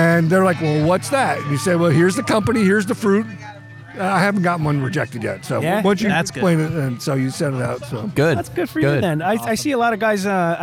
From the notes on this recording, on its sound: Record a special on-location crossover Podcast featuring the events, offerings, and unique people of the ‘Saucetober Fest’ Hot Sauce Festival at Lone Eagle Brewing in Flemington NJ. Finally, we commentate live during the Hot Wing eating challenge.